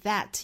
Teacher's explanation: 舌头伸出口腔外头去摩擦上齿， worthiest 和 thing，包括后面 that 也是一样，舌头要伸出来的。